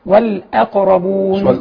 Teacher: كذلك هنا نراعي القلقلة في القاف والأقربون، وكذلك نراعي أيضا عدم تفخيم الهمزة